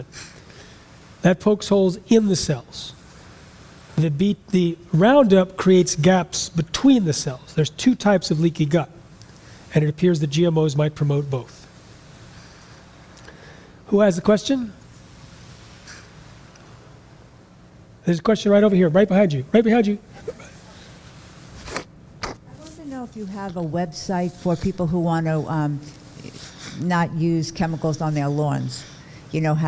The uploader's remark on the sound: speaks at a Real Truth About Health conference and answers several audience questions